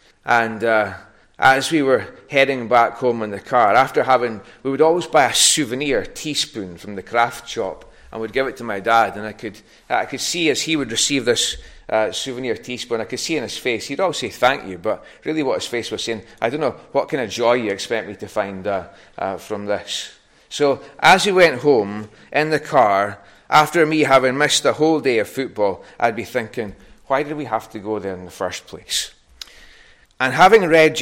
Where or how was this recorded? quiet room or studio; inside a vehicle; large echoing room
large echoing room